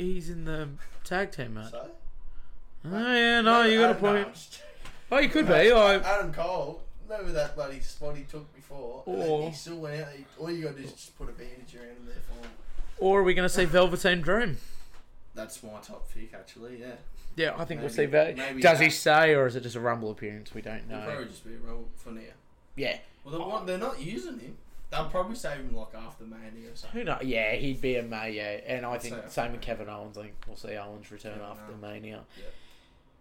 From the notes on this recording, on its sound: This is my first two mic set up so pls forgive me a little